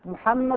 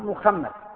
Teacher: لأنهم ما ينطقون الحاء، الحاء ثقيلة على الأعجم، يدعونها خاء. · Shown in: second take